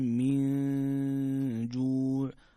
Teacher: من جوع هنا حكم إخفاء، نون ساكنة جاء بعدها حرف الجيم، والجيم من حروف الإخفاء، إلى آخر الأحكام التجويدية في هذه الآية.